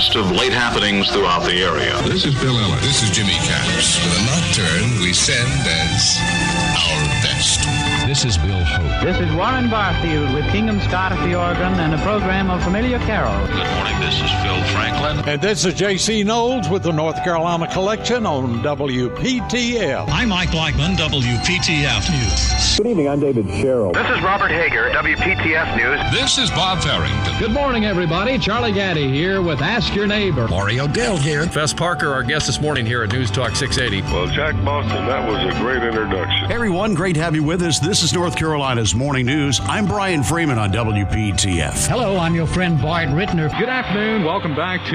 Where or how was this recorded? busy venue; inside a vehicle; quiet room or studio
busy venue